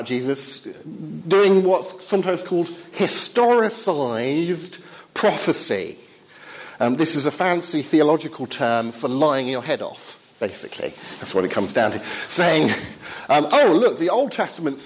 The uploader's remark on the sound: Talk with Q&A from Highfield Church Southampton